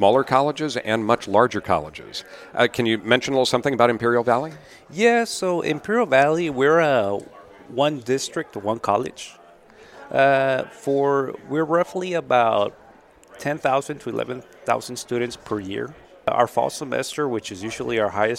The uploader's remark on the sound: We’re on the road again with the Higher Edge Mobile Podcasting Rig! This week, we’re headed to sunny California and the floor of the California Association of Institutional Research “CAIR” Conference 2022 in La Jolla, California.